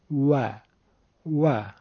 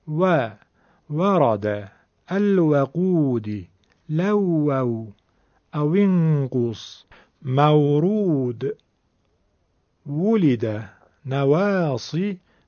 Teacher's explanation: یعنی دندونهاشو دخالت نمیده بلکه لبهاش رو جمع میکنه، به حالت قنچه به قول مهادر میاره و میگه و و، از میان دوتا لب خارج میشود.